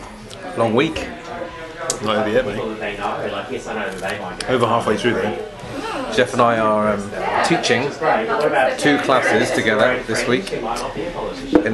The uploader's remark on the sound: recorded a live pubcast on YouTube and here is the audio including several questions from our YouTube followers!